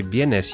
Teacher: you can hear that there's a diphthong, right? There's vienes, there's that ye sound in it.